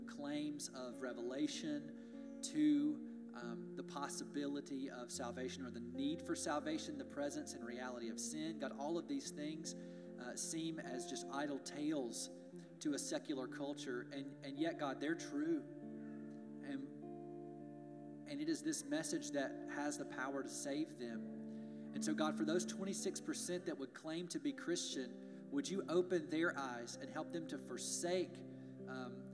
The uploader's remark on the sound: We're glad to share our service audio